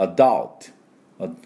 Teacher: 喉の奥でつい出してしまうアです